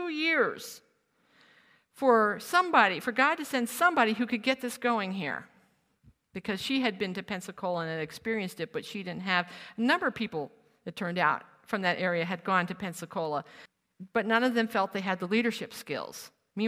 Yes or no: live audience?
yes